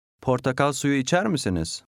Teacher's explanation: The second and third words run together.